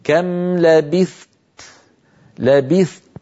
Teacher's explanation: الثاء لابد من بيانها بإعطائها حقها من الهمس والزمن اللي هو الرخاوة يعني، ثم أنتقل إلى تاء شديدة مهموسة، آتي بشدتها أولا ثم أتبع ذلك بالهمس. هكذا كم لبثت، لبثت، فأحبس صوتها قليلا ثم أطلق النفس كم لبثت.